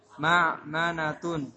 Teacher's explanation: Dalam pelafalannya hati-hati, ain itu bainiyah.